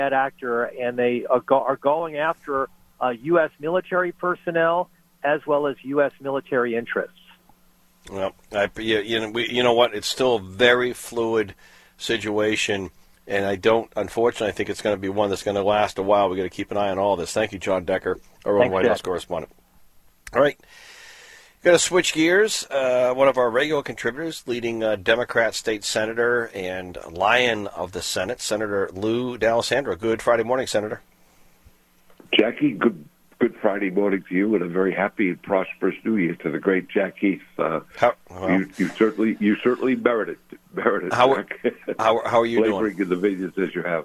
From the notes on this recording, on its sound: calling LIVE from Las Vegas